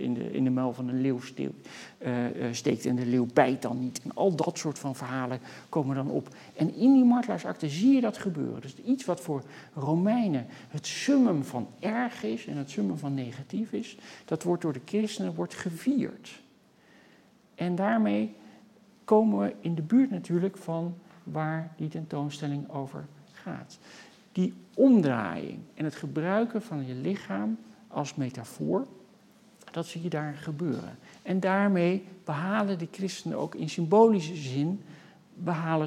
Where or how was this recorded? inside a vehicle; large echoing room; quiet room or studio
large echoing room